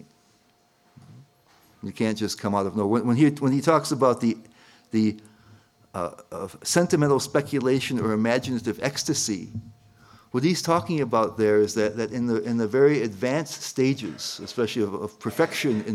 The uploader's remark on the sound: at the ISKCON of DC temple in Potomac, Maryland